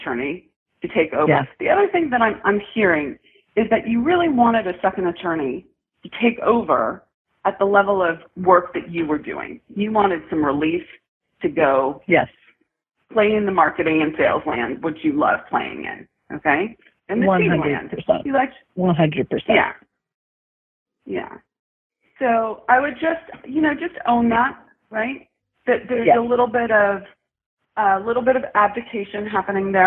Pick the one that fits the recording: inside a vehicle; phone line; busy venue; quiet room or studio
phone line